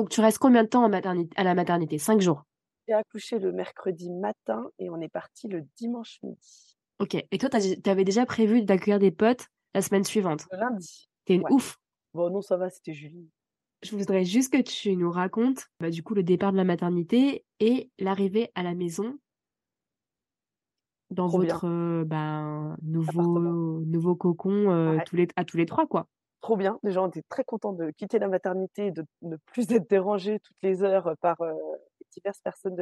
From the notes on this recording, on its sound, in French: Cet épisode a été enregistré en distanciel